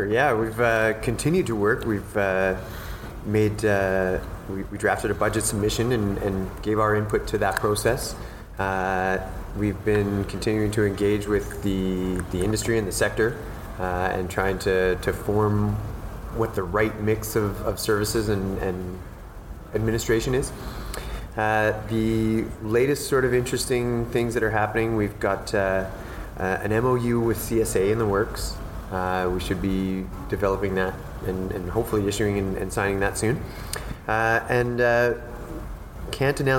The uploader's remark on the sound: Updates from the 2018 Canadian Space Summit. This weeks podcast consists of three short interviews recorded at the Canadian Space Summit in Ottawa on November 28 and 29.